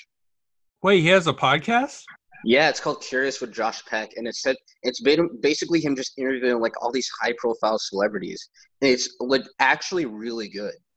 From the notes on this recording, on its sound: Sit down on Zoom and have a chat.